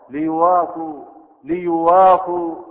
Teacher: ومن أنواع التخفيف أيضا حذف الهمزة من غير نقل